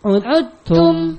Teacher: Nah, huruf dal hilang. Hilang zatan wa sifatan. Zatnya hilang, sifatnya juga hilang. Langsung dari ain yang berharakat dhammah langsung ke ta. · Term: idgham al-mutajanisain